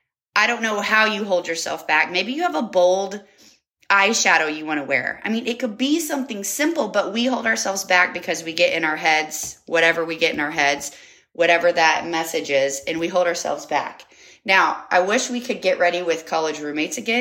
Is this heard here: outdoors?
no